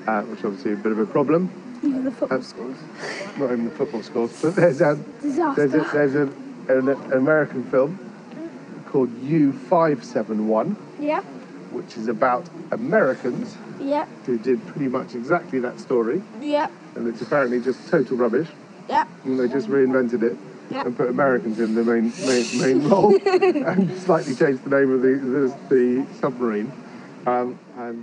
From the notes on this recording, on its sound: This is another of our intrepid and and about recordings. Hopefully what it loses in sound quality it makes up in atmosphere.